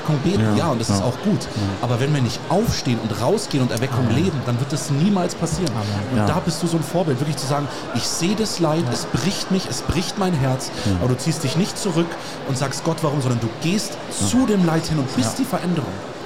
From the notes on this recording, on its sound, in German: hier live auf der MEHR Konferenz 2024 in Augsburg